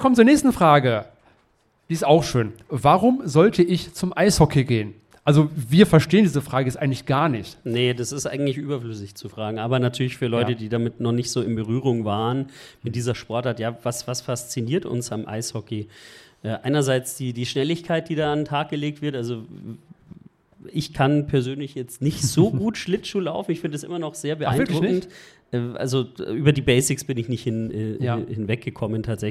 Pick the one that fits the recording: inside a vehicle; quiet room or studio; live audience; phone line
live audience